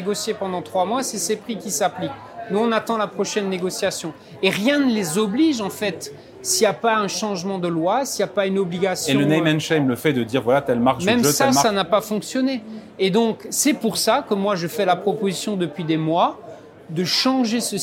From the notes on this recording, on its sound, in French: L'émission Ecorama enregistrée lors de la REF du Medef le 28 août 2023 à l'Hippodrome de Longchamp.